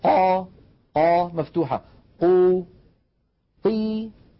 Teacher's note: لما نقول قي لا نلاحظ فيها وهي مكسورة تلك القوة التي لاحظناها في ضي أو في طي أو في ظي